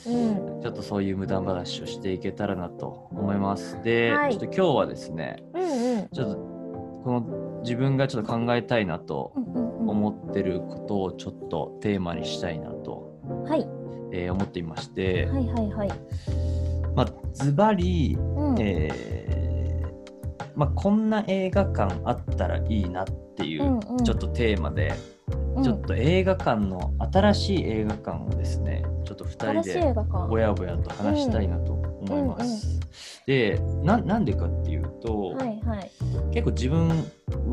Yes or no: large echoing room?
no